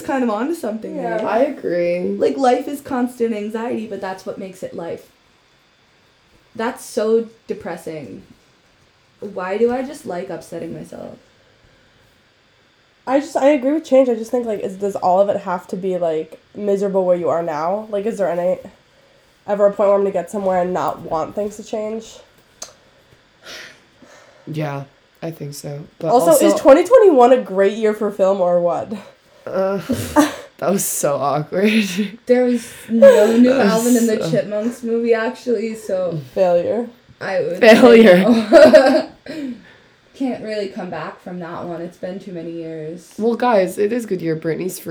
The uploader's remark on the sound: CAUTION: VERY BAD AUDIO AGAIN SORRY :P.